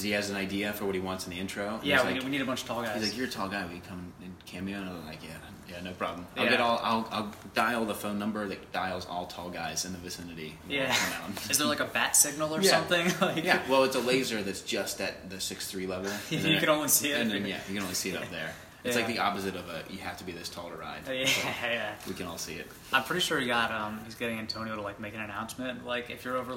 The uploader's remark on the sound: Live from Menfluential 2019